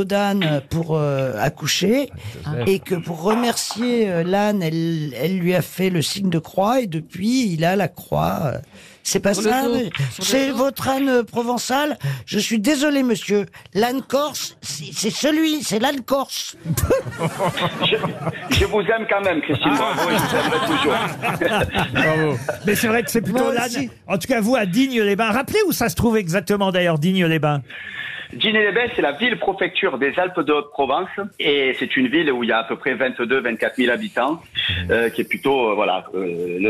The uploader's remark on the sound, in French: était au téléphone dans l'émission ce 30 novembre